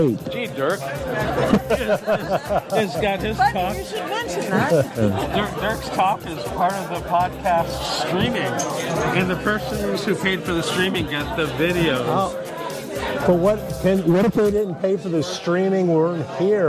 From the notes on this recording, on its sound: Behind-the-Scenes (and behind the bar) at the Suisun City Neurofeedback Summit 2023. At the vibrant bar of the Solano Yacht Club in Suisun City, California. A surprise birthday celebration. We apologize for the sound quality, as this was recorded at the bar of the yacht club.